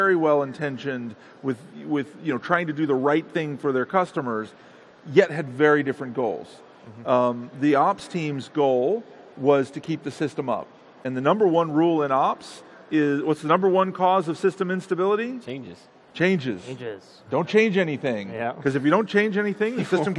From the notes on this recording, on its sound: Live at Ignite 2015